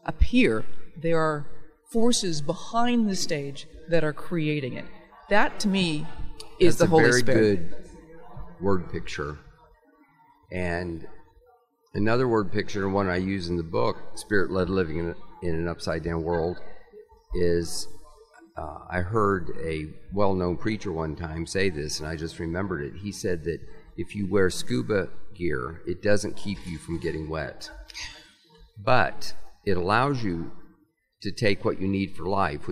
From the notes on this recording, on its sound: Recorded at the National Religious Broadcasters convention in May.